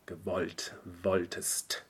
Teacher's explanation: these open O's are a little more open than I expected them to be.